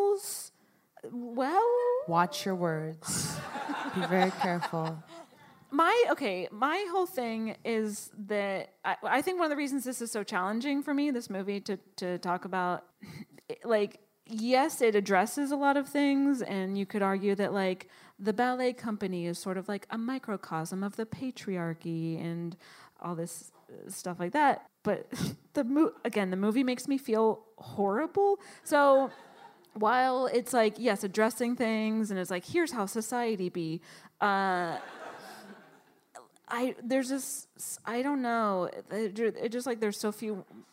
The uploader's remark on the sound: Live at the Brooklyn Podcast Festival!